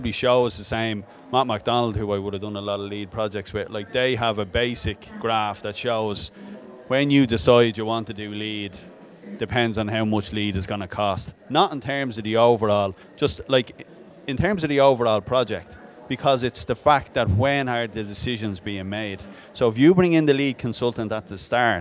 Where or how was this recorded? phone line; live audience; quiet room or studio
live audience